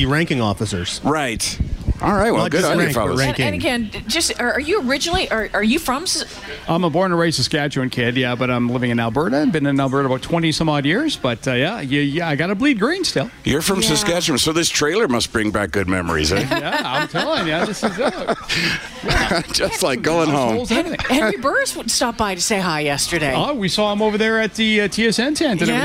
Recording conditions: busy venue